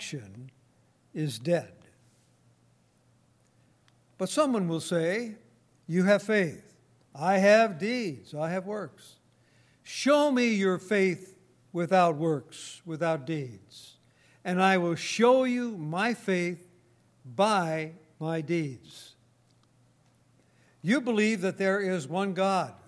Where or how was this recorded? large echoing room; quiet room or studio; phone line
large echoing room